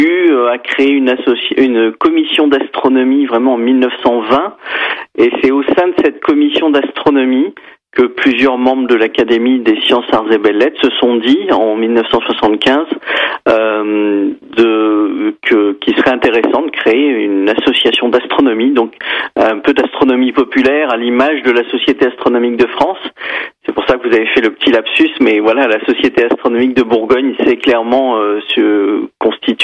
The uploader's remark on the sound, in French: par téléphone